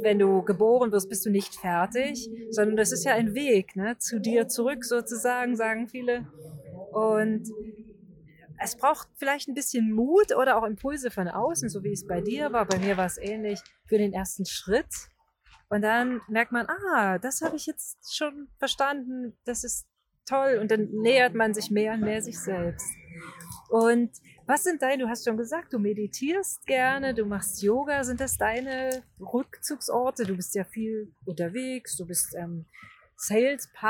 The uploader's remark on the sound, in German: wurde dieses Wunder-Interview aufgezeichnet - mitten auf einer Parkbank in Einsiedeln in der Schwyz